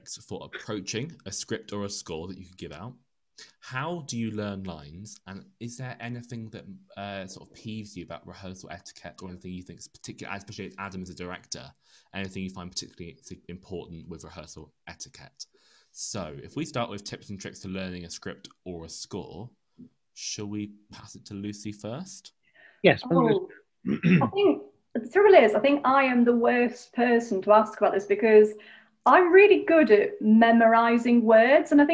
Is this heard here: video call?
yes